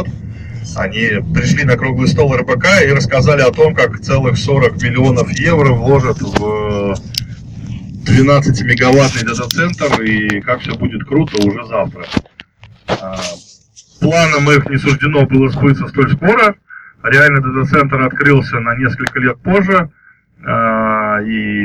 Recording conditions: poor sound quality